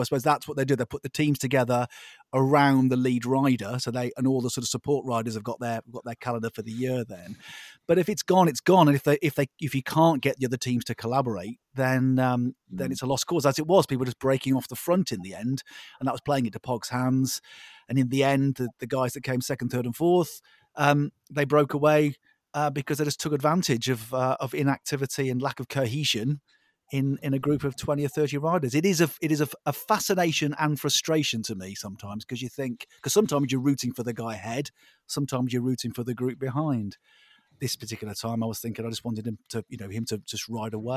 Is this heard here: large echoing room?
no